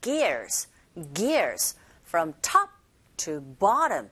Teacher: from과 to를 제외한 나머지가 모두 내용어죠. 그래서 각각의 단어에 강세를 주셔서 발음하시면 됩니다